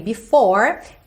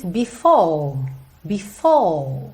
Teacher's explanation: quando o R é o último som daquela palavra, quando essa palavra não vai ligar em outra palavra com vogal, esse R meio que não existe no inglês britânico · Shown in: second take · O que eles fazem é alongar a vogal anterior.